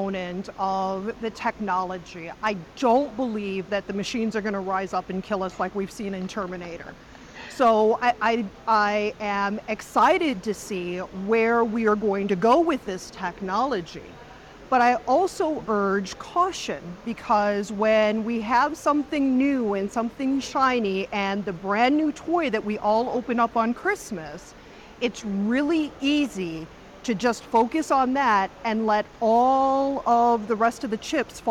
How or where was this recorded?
busy venue